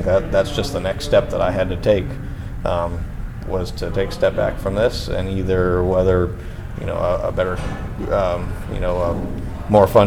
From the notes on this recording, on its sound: This was recorded at Indianapolis Motor Speedway's media center in a side area with only three other media members, and is the only audio copy of the interview known.